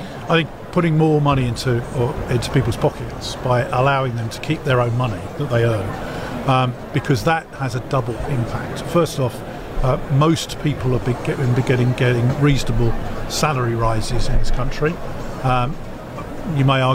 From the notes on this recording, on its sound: In this special episode from the Conservative Party conference in Manchester